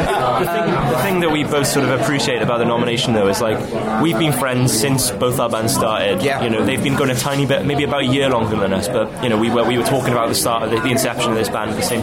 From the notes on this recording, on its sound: at Slam Dunk Festival - North 2018